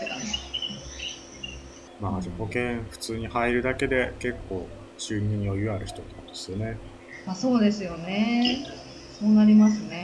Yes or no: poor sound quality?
yes